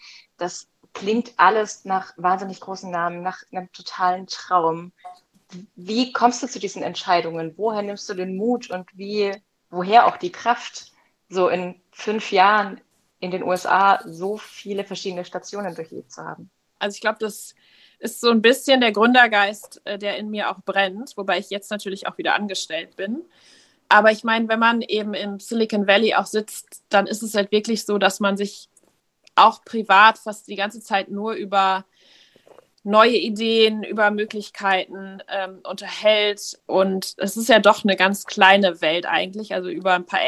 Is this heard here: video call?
yes